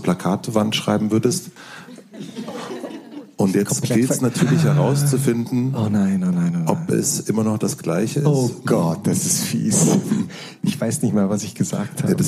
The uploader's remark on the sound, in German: Live vor Publikum in Leipzig interviewt.